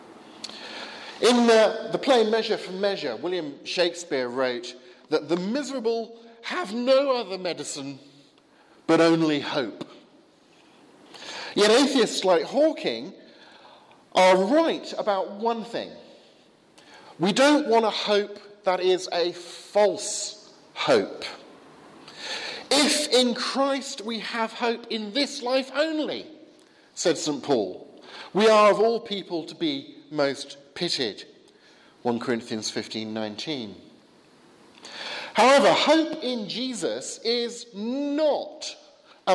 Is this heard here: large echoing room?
yes